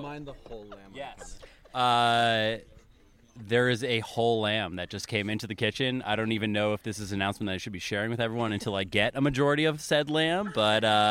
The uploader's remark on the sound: Joined the Shacksbury Cider team for their annual Harvest Camp (also known as Shackscamp)! Hosted at Camp Betsey Cox in Pittsford, Vermont. We gathered the whole crew around a picnic table to record a special on-location episode of HRN Happy Hour.